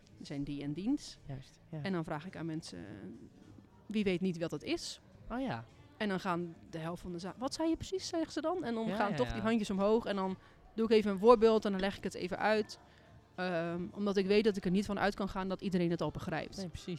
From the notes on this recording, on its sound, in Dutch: tijdens de Museumnacht 2022 met bezoekers en medewerkers van Beeld & Geluid Den Haag